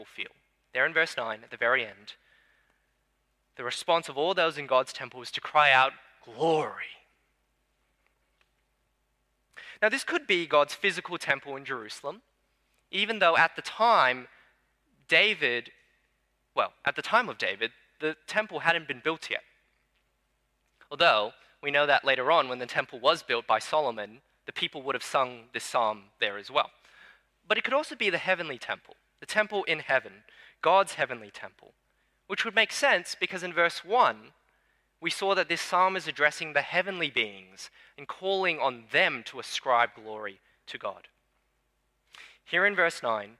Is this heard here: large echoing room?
yes